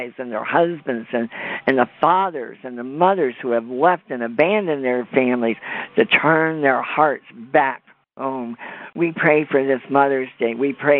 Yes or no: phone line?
yes